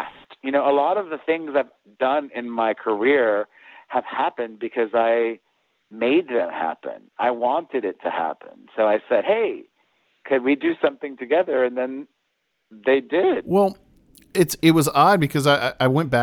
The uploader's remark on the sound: Called into the Rock Line last Season.